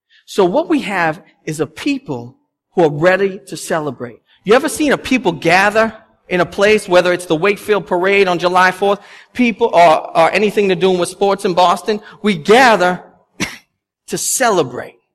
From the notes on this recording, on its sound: The sermon audio from our Palm Sunday service. At Restoration Road Church in Wakefield, Massachusetts.